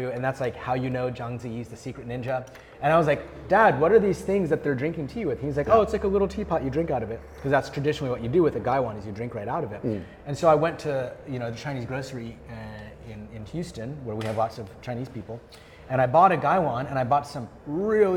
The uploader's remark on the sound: We’re in front of a LIVE AUDIENCE. Hosting the podcast at West China Tea House!